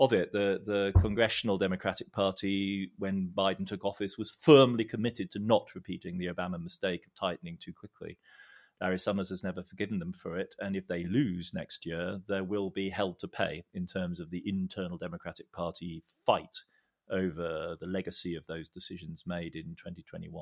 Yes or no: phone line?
no